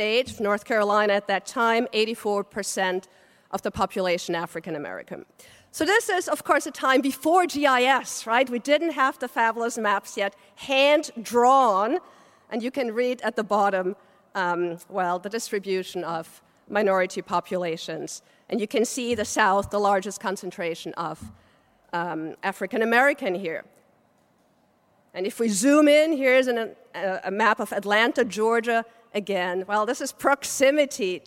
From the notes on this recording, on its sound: from the 'Environmental Justice 2017' Conference, held at the University of Sydney